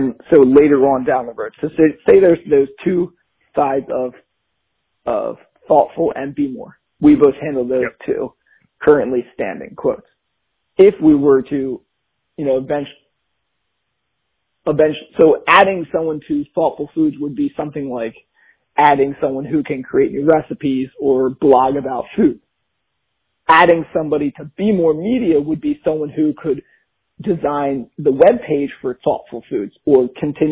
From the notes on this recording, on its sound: have a phone call